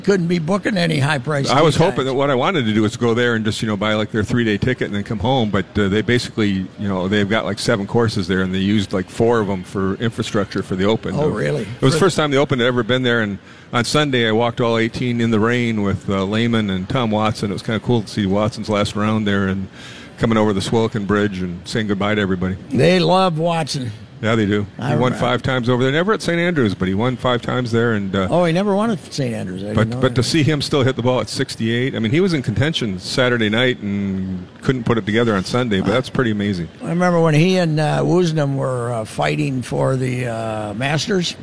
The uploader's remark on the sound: LIVE from the last 3M Championship